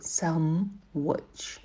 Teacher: И в произношении sandwich читается без звука d.